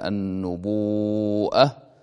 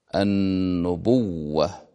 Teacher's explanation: وقلبت الهمزة إلى واو إن سبقت بواو مثل قوله تعالى النبوءة، ثم أضغمت الواو في الواو فصارت النبوة · Shown in: second take